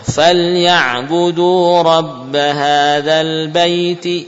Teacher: Saat wasal ya tidak ada mad. Hanya bacaan lin saja.